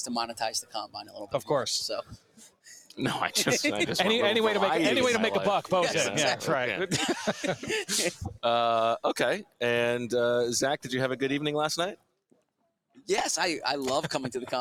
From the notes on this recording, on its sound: Live from Indianapolis for the NFL Scouting Combine